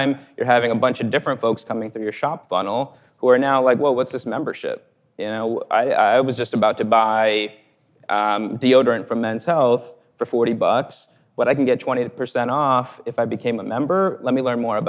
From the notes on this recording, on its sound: Which was recorded in front of a live audience at the Digiday Publishing Summit.